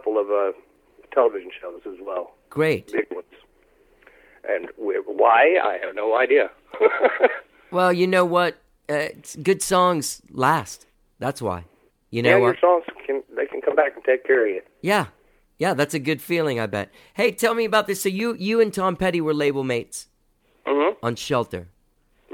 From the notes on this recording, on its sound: We had a great phone conversation